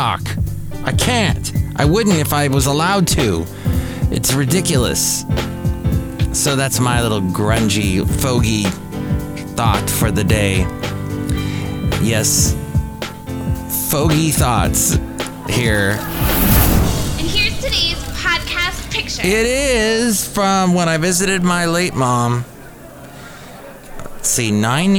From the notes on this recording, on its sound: podcasts live from Café Anyway